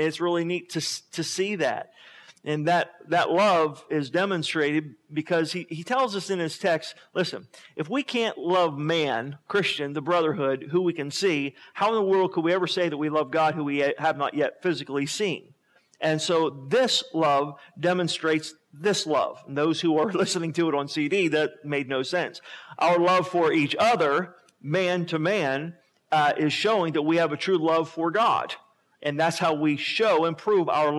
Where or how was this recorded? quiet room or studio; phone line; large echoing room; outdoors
large echoing room